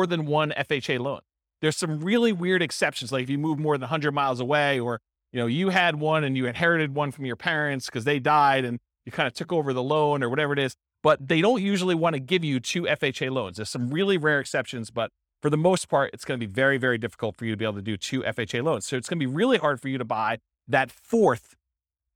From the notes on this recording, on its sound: This was a live class recorded